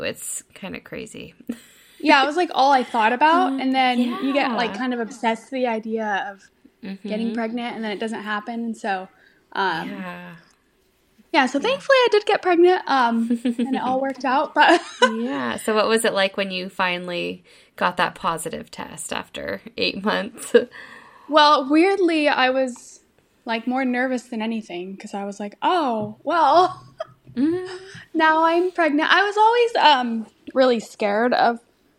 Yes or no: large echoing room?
no